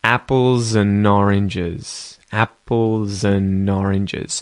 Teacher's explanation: We're also linking that Z sound at the end of apples to the start of un, apples un, apples un. The D disappears off the end of and because it's just un, and we link that N sound to oranges.